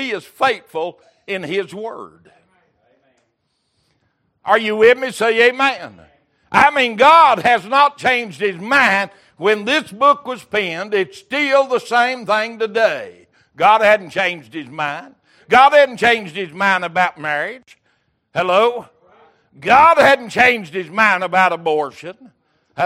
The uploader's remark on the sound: Recorded December 28, 2022 - Wednesday Evening Service